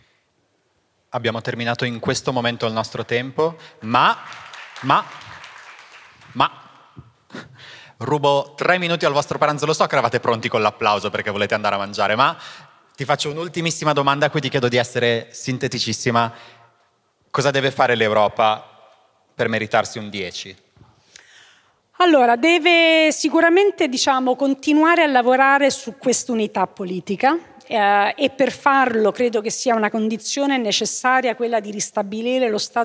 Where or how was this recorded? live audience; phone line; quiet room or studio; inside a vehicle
live audience